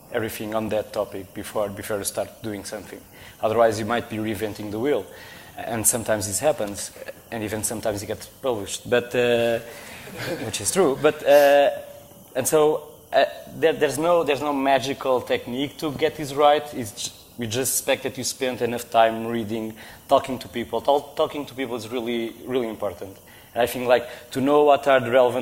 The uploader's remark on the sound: Live at RICON, 2014.